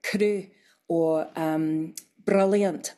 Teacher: a tapped R, which is tip of the tongue on the gum ridge bouncing off, ra. It's so it's like a rolled R, but it's like one instead of many, many all in a row, if you know what I mean.